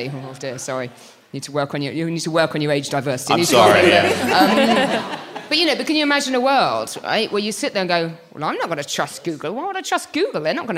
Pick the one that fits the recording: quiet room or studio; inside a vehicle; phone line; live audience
live audience